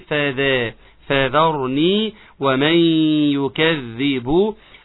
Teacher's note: بنحافظ على ترقيق الذال